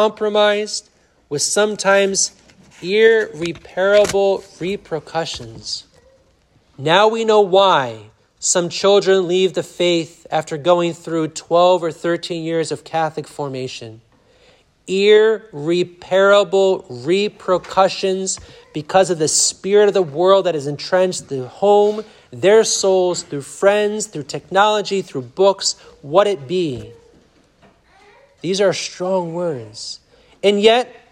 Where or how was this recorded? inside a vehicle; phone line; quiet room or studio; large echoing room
large echoing room